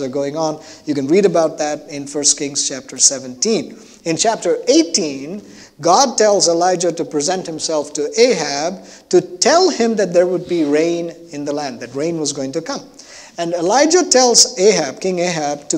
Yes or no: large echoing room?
yes